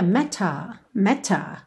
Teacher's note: Num sotaque mais britânico, a gente teria meta, meta, ok? O T bem marcadinho.